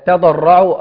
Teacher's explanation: نبدأ بالتاء مرققة وبعد كده هيأتي حرف الضاد سهل جدا معنا، فما ينفعش إلا نبدأ بتفخيم، لو بدأت بتفخيم هقلب أو يعني هغير هبدل حرف التاء بطاء.